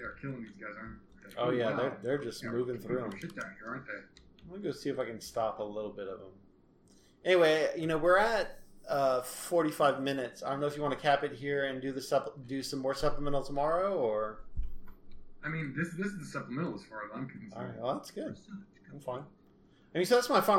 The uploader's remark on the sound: You’ll have to excuse the audio. Started this conversation over a friendly game of Stellaris and the topic of Tarantino’s Trek came up and we started recording…without headphones.